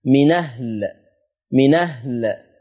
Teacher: عندي فيها النقل فتصير نون مفتوحة